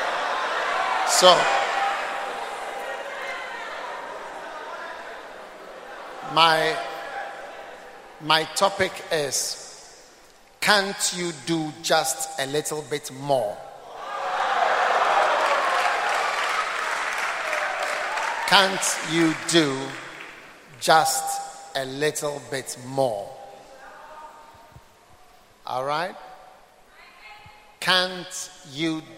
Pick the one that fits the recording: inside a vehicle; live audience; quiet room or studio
live audience